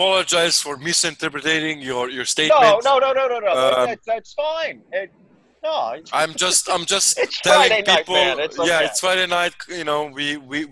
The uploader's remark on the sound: Zoom Happy Hour With The Team